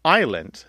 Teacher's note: So we don't pronounce the S in island because the French don't pronounce the S in Isle.